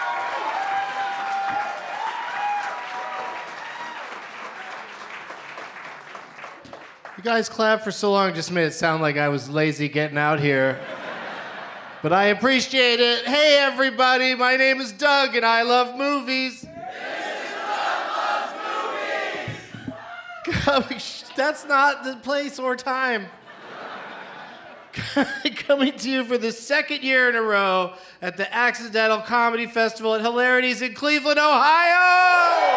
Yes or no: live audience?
yes